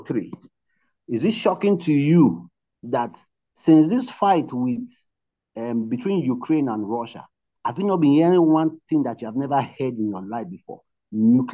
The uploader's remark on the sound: Night Vigil Zoom meeting with The Team Nehemiah Brethren.